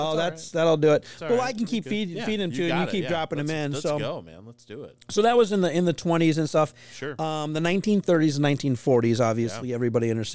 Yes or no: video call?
no